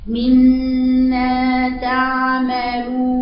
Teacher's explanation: شوفي الصوت الصحيح مما تعملون ده صحيح ازاي نقرؤون تعملون هكذا الصوت الخطا اقول لك الصوت الخطا بعد ما تقرا هكذا مما تعملون لو خطا خطا غلط لانك كده بتبقى في تفخيم ايه للام ويترتب على تفخيم اللام انك بتقراي الواو مفخمه كمان